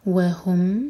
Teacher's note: ہا دمہ کے لیے ہوٹ گول ہوں گے، میم پر جب پہنچیں تو ہوٹوں کو پھیلا کر میم پڑھیں